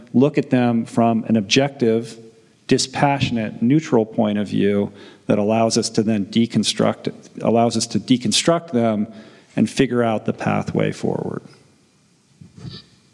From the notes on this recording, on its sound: Interactive audience Q&A. Excerpted from the first group session conducted during our recent retreat in Italy.